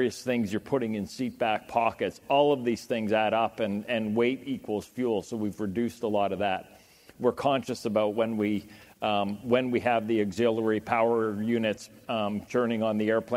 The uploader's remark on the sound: The best of live interviews from GreenBiz events.